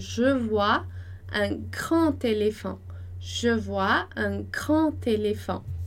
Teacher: Você já sabe o que, que é essa ligação entre uma palavra e outra. Nesse caso, vai fazer o som de T. Então, je vois un grand téléphone. · Term: liaison